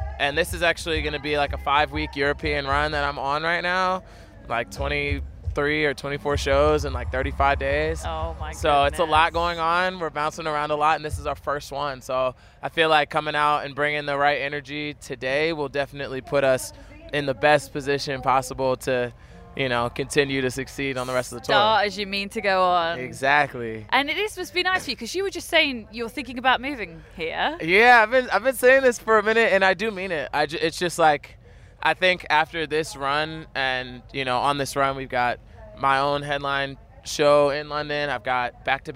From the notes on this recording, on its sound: backstage at The Long Road Festival at Stanford Hall, Leicestershire